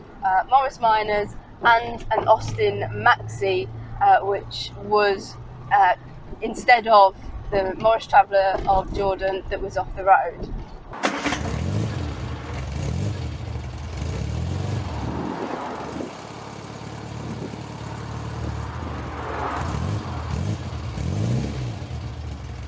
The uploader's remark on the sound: all recorded from my 1968 Morris Minor, Peggy